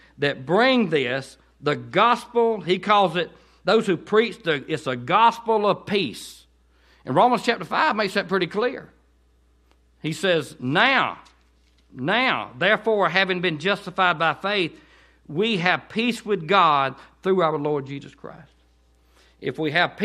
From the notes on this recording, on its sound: to Cottondale Baptist Church in Eastman, GA on 9/16/18 during the 6pm service